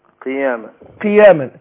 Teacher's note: القاف لما تكسر بتاخد أدنى درجات تفخيم